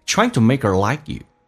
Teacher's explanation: Trying to.Make and her 有一个击穿，以 H 跟 TH 音都可以被击穿，当它不被强调的时候就变成 maker， H 不发音，用 k 跟后面的 er 形成个连音，而且 k 要浊化变成 maker